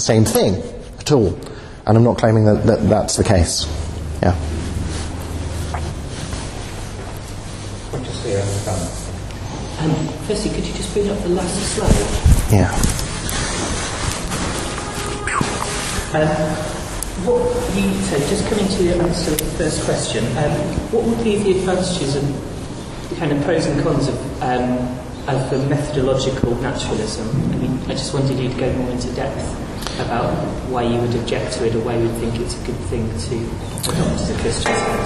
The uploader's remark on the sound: Talk given at the 'Christians in Science' Student Conference, London